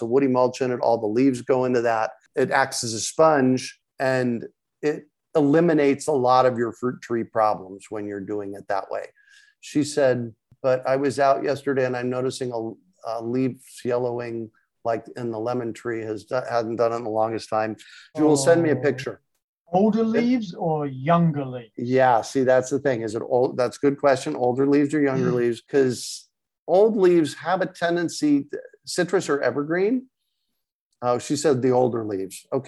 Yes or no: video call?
yes